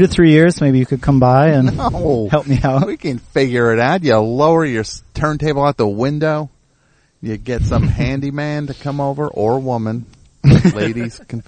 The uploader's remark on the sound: Hangs a sanitized mic cable from his car window.